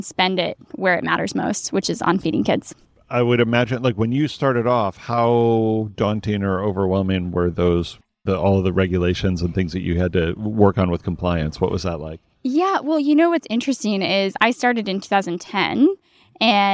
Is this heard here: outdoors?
yes